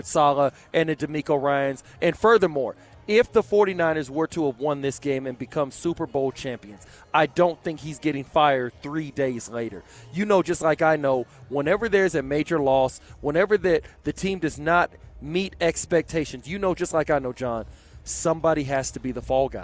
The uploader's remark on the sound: LIVE FROM STADIUM SWIM